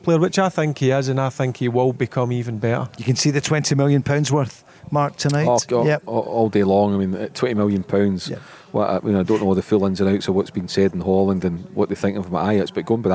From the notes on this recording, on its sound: recorded at The Radisson Red Glasgow